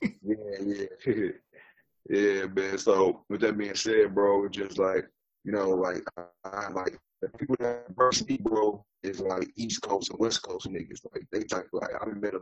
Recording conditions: poor sound quality